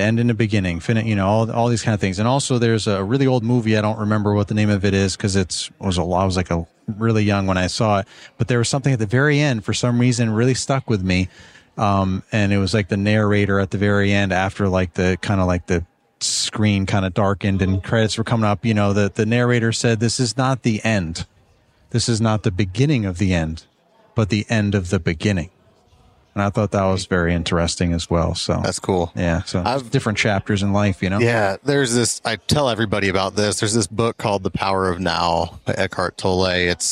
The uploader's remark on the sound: Pod-Row at Synkd LIVE in Atlanta